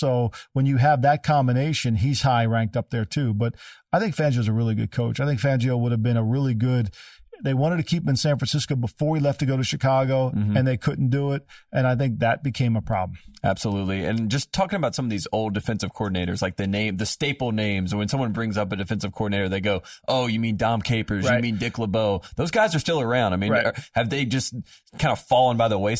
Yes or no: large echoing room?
no